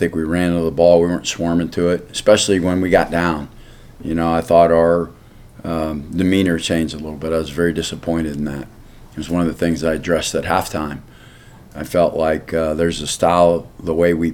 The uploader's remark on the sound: postgame press conference